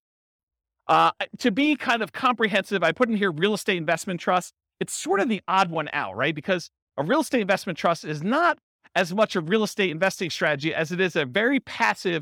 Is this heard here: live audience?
yes